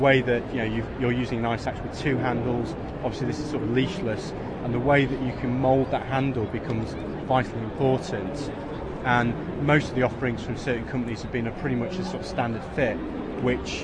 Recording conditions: busy venue